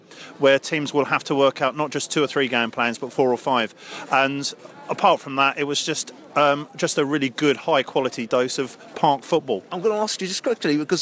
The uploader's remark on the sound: post-match podcast from the pub